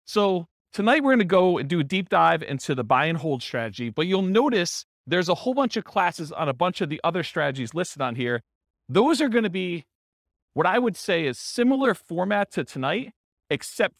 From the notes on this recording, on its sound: This was a live class recorded